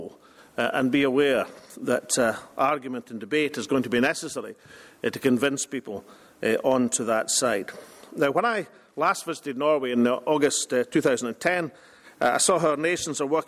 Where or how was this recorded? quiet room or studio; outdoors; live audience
live audience